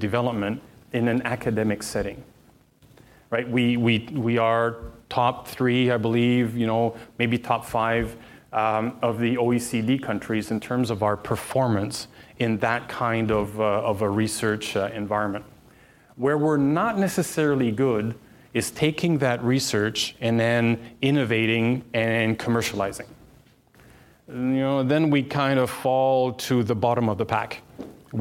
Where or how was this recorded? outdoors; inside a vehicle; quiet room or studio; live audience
live audience